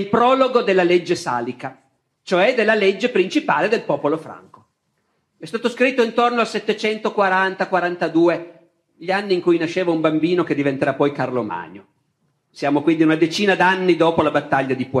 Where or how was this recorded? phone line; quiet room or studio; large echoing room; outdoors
large echoing room